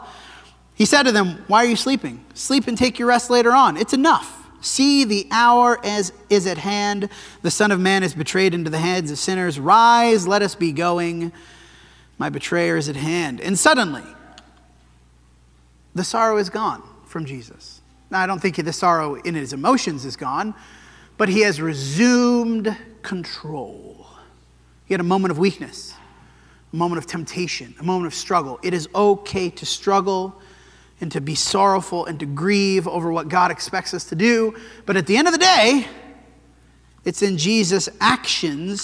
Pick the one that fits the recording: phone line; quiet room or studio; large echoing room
large echoing room